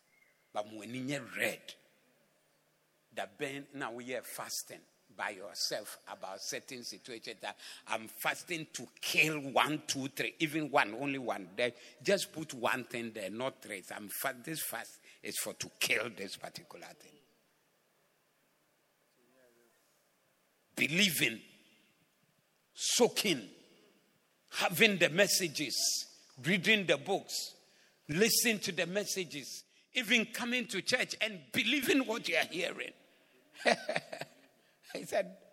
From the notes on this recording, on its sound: Preached at the Doxa Service 15052022